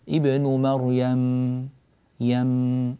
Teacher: أيضا عندك مبالغة في زمن البينية